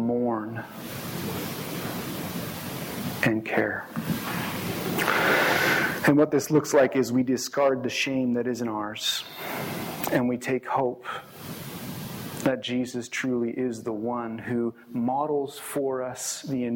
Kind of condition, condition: setting, large echoing room